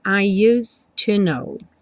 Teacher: do S do use, você já vai para o T do to